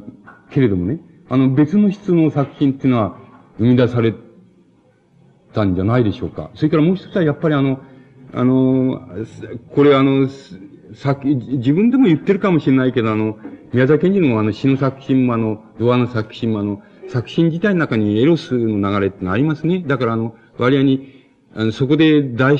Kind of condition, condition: setting, large echoing room